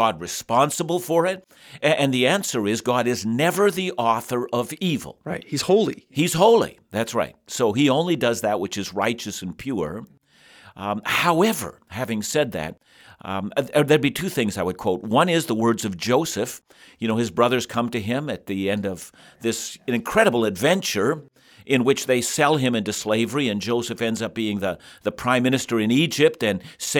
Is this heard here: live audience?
no